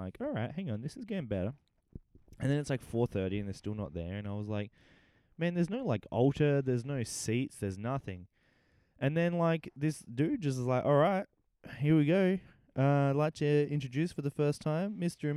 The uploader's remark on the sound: a couple of mics and the midnight air